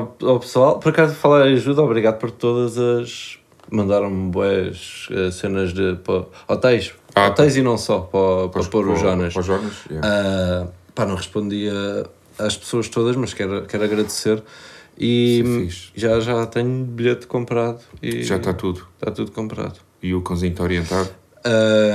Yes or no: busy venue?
no